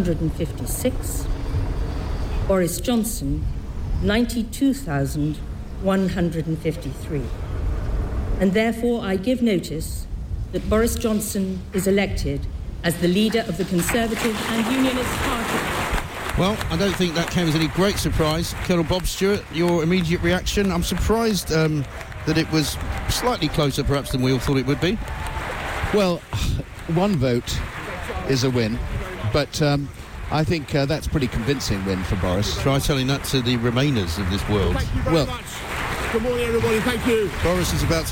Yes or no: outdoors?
yes